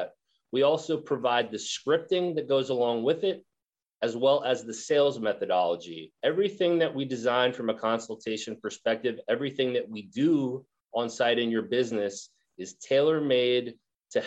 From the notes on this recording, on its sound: you are going to hear the recording of a webinar